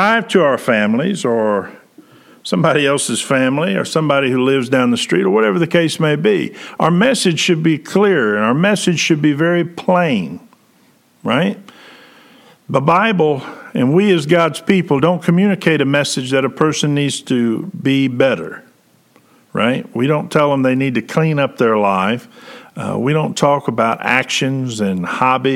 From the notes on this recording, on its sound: Preached January 10, 2021 at General Baptist Church God's House of Prayer in Fairborn, Ohio